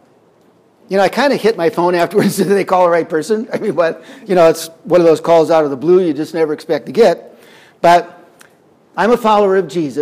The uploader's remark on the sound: Audio recorded on June 15th, 2021 at Wisdom Chain Day in Medora, ND.